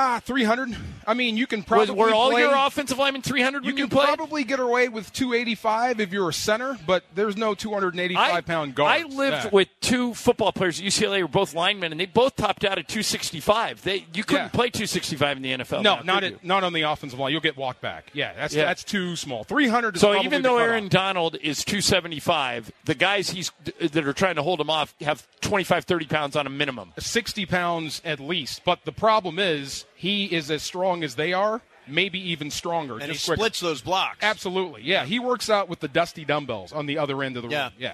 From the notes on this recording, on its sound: LIVE from Hollywood Park Casino - and the Lombardi Trophy is in the house. The guys set the scene here at the event with the Lombardi Trophy. All of the listeners here to take pictures with the trophy.